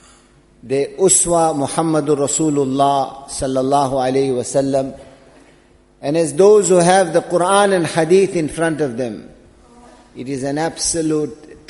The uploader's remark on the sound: Jumuah Lecture at Masjid Al Hilal